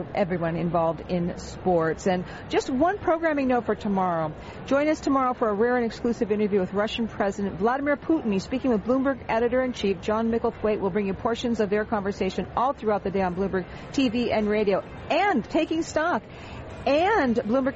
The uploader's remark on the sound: Live from the 2016 US Tennis Open.